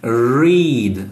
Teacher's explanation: Aquele R que eu uso a ponta da língua. · Term: R fechado